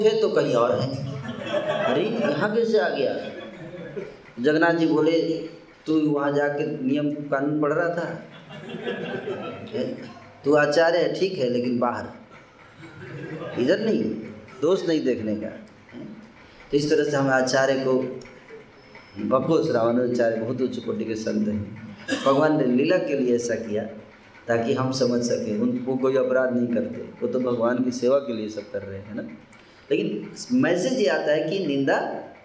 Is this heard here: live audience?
yes